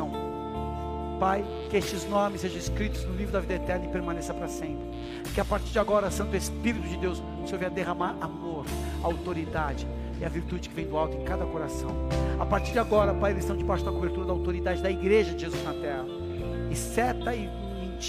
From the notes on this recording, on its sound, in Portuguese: Áudio extraído do culto do dia 12 de Maio de 2023.